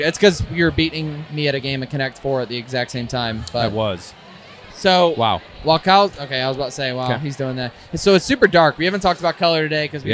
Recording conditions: busy venue